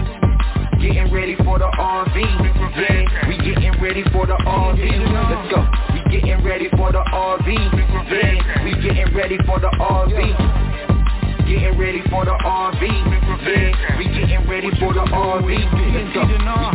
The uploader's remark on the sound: TNTSuperfantastic Conference Call.